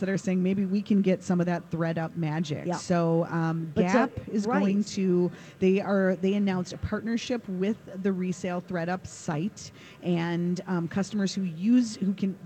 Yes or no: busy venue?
yes